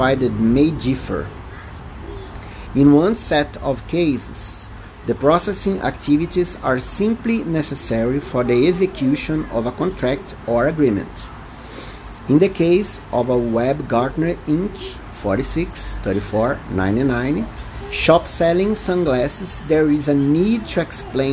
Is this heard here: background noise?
yes